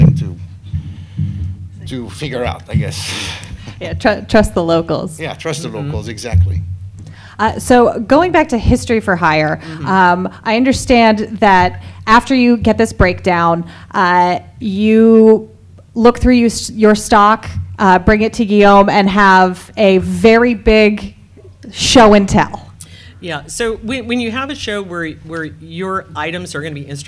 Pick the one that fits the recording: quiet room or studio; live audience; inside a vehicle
live audience